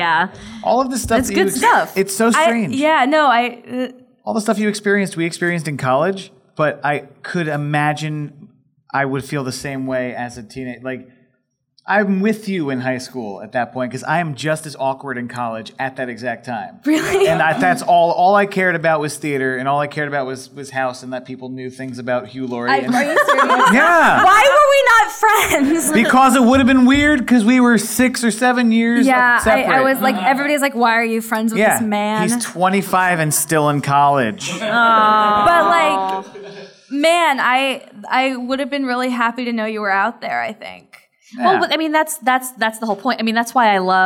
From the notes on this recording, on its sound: Live from Astoria Coffee! A live show.